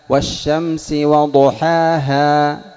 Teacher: إظهار تبين الهاء من غير مبالغة في إظهارها ومن غير تضيعها وإخفائها